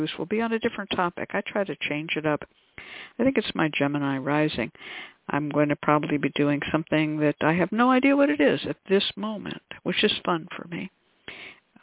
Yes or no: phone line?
yes